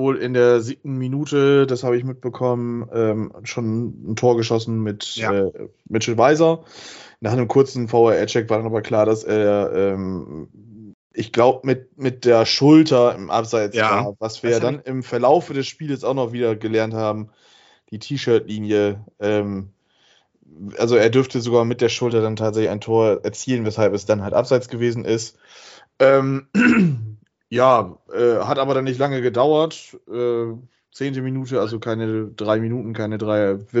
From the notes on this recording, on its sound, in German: Aufgezeichnet am 16.05.2022 via Skype